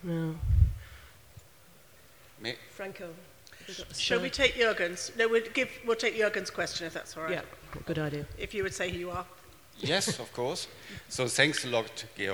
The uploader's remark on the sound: Keynote speaker at SRHE Annual Research Conference 2012.